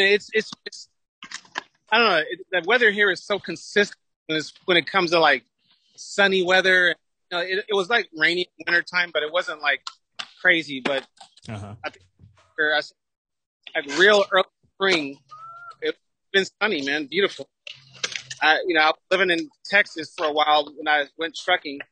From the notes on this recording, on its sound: The audio quality isn’t all that great. The Zoom desktop app captured the audio portion during the file conversion after the podcast wrapped up. Had forgotten to press record on the podcasting deck. During the live videostream.